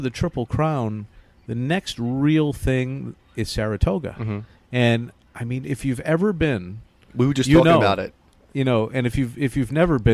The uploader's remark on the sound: live from Belmont Park